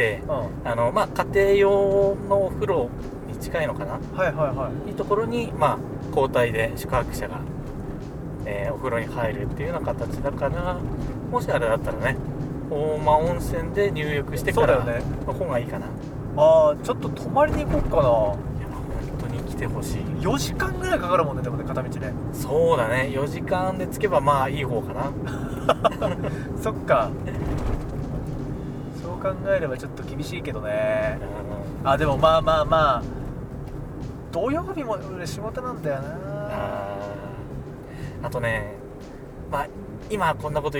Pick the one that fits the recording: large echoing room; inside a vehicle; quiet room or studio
inside a vehicle